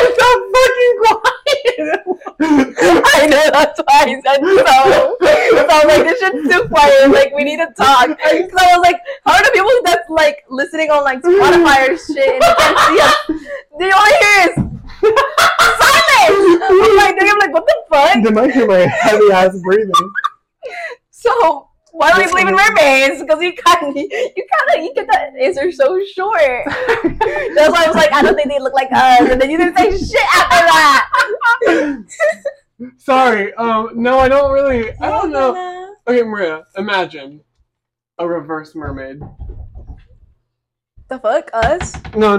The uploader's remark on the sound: We want to apologize for the quality of the next two episodes! We didn’t realize when purchasing the microphones how disappointing they were.